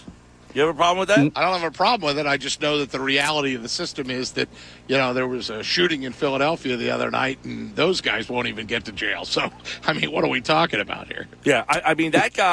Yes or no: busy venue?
yes